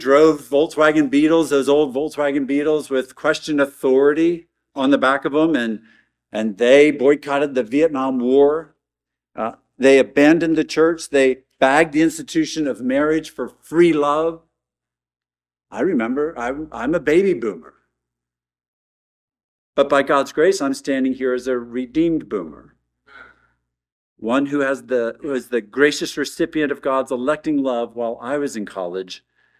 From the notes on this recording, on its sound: at Arlington Baptist Church in Arlington, Virginia